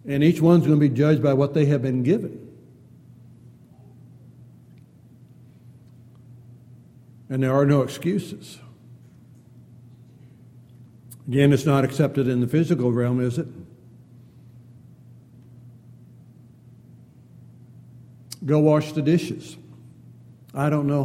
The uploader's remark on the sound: Downtown Church Of Christ Audio Sermon